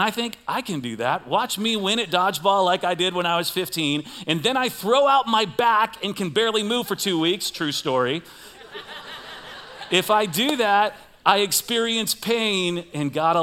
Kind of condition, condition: setting, large echoing room